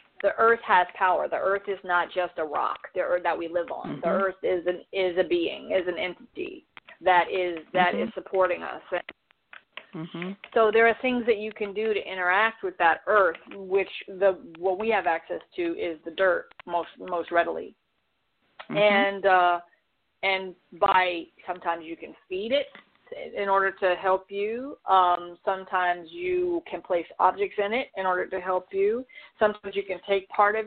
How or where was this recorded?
phone line